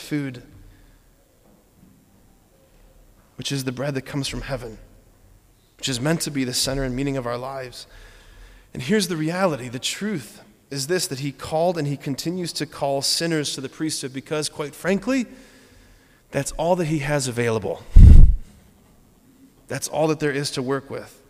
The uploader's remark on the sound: preached this homily on April 6, 2023 at Sacred Heart of Jesus Catholic Church in Wadsworth, OH